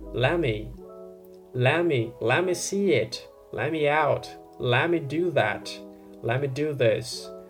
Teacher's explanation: let and me, you cut off the T, and then you link the two of them together, right? So let me becomes lemme.